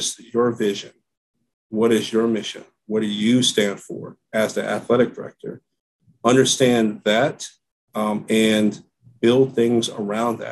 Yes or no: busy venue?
no